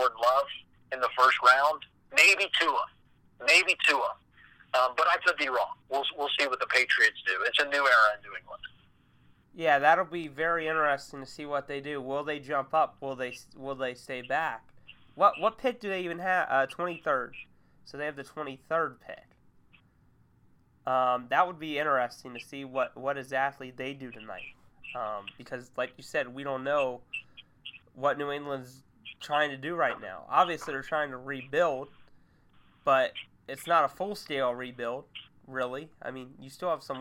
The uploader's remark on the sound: talked via phone